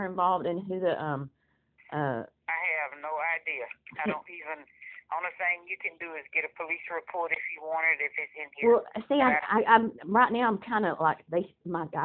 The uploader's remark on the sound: Bastrop Police Dept phone calling